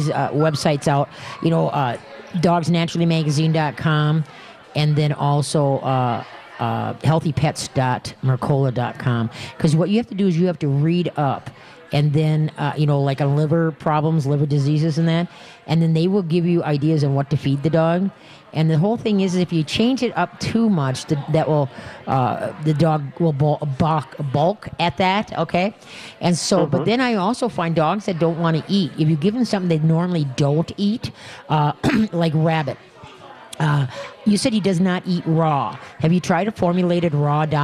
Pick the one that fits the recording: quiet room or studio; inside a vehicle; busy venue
busy venue